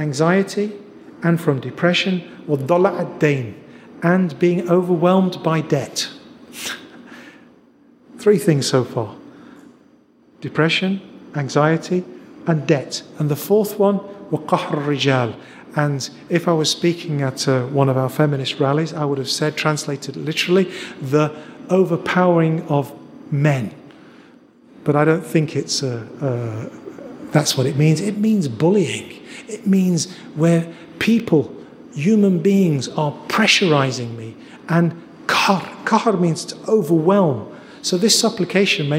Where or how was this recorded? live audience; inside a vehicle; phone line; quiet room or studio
live audience